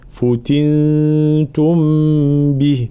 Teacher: لابد من بيان ضم الفاء ثم كسر التاء